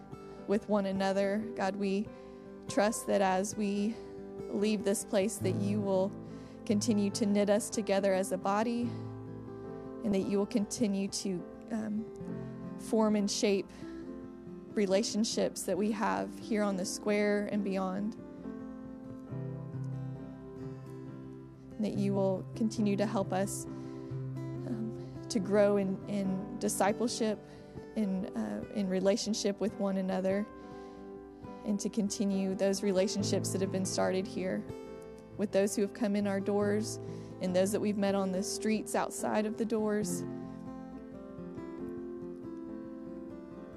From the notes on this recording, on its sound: Final Service at Roswell St. Building.